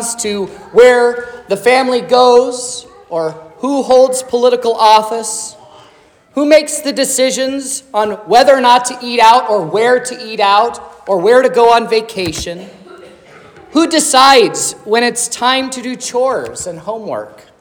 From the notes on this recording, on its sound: This is the sermon preached at Trinity Lutheran Church on Sunday, December 24th, 2023, which was Christmas Eve. This was the sermon from the children’s program.